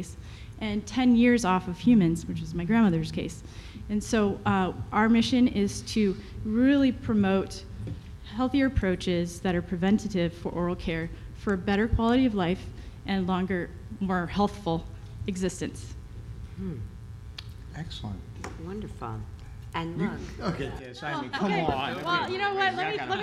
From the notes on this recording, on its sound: BARK YOUR BIZ Live at Global Pet Expo.